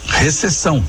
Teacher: Esse P de pato, diferentemente do que a gente diz no dia a dia, não é mudo, ele é lido, ele é pronunciado. Em Portugal, esse P não é lido